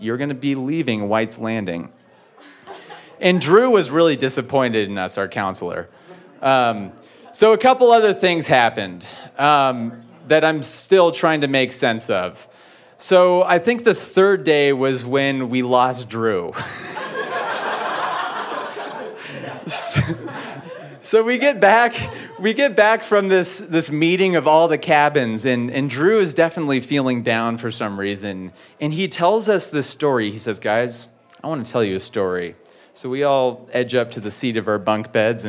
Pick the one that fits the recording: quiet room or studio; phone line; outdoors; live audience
live audience